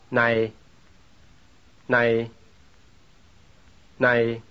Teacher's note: The diphthong in this word is written AJ, which means it begins with an ah sound and ends with an E glide · The diphthong consists of a long ah sound with an E glide. · Term: short diphthong, long diphthong